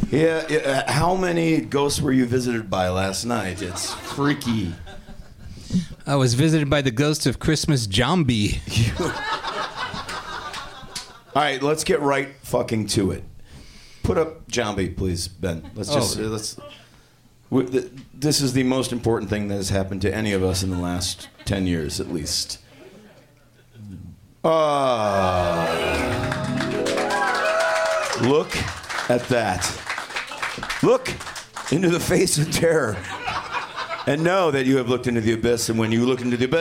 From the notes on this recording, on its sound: The LIFERS Podcast is back on stage! A special LIVE New Year’s hangover party at the Gman Tavern in Chicago.